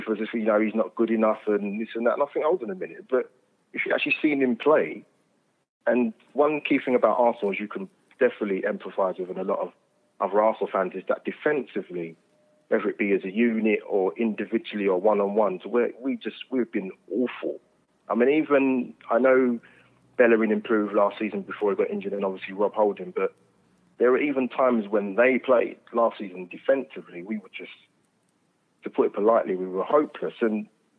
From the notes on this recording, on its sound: The Fans Phone